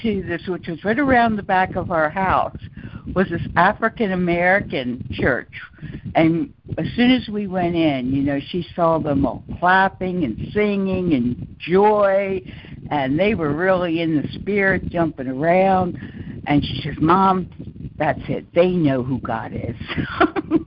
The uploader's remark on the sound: ACIM Daily Conference Call